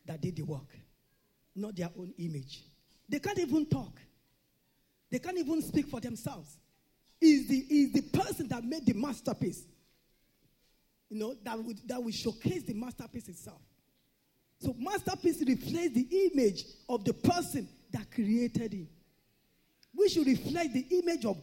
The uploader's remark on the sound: This Sunday Service message